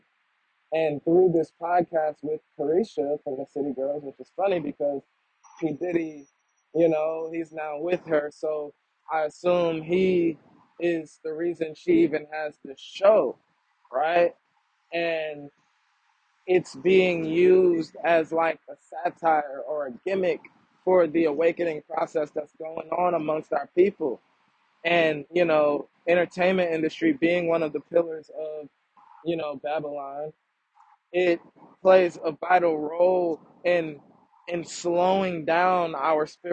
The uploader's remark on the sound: Audio is shakey… still working on that.